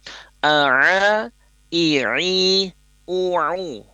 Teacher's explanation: Ada di tengah tenggorokan juga, sama seperti huruf ha. · Term: ain